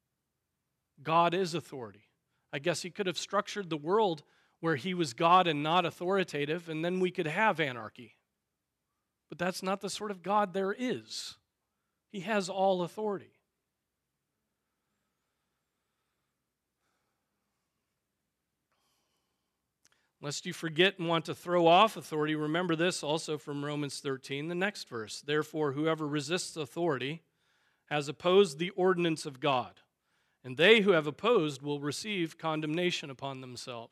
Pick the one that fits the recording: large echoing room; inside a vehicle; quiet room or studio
large echoing room